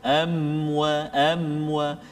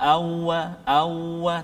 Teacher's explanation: makhraj dua bibir dalam keadaan tertutup · Shown in: first take